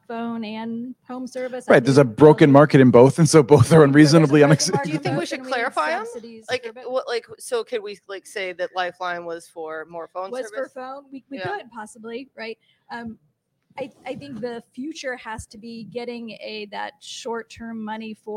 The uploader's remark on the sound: Live From the Broadband Communities Summit. At the conference’s welcome reception.